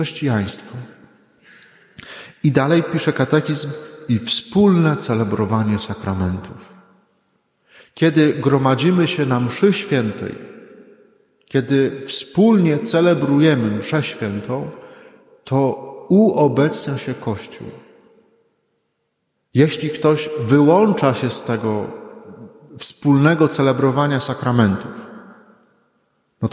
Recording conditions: large echoing room